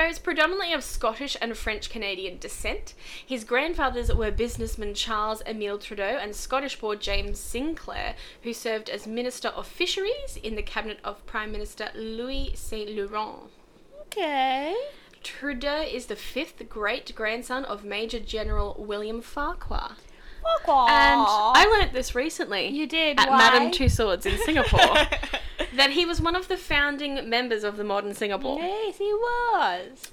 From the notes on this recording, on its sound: Refreshed and relaxed with brand new equipment!! Yes there is a weird word sound, no we don't know what is causing it.